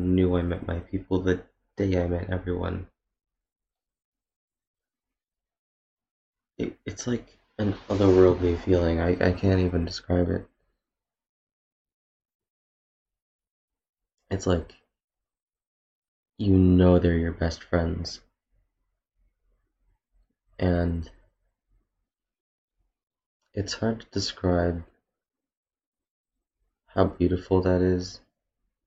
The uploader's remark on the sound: I tried my best to make the audio as good as I could get it.